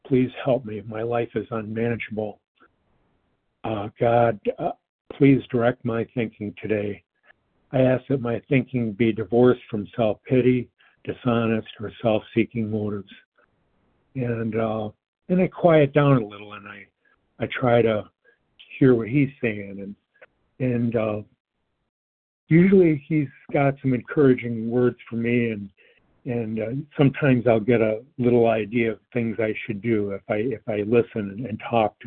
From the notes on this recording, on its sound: 100 Pounders Phone Meeting